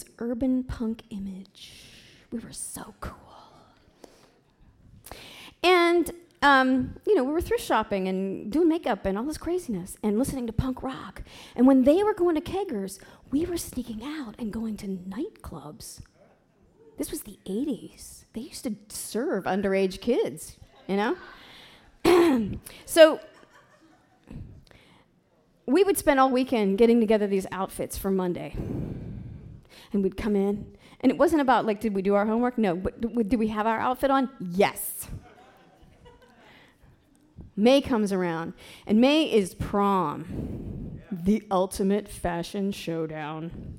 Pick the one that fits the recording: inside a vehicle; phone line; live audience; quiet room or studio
live audience